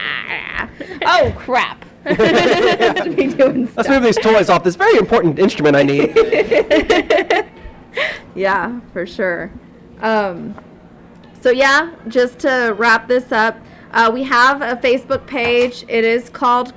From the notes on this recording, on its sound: This was our first ever live recording of Quash. Recorded live from the Arkansas Anime Festival! Mic didn't work so I did my best to amplify his voice as much as I could.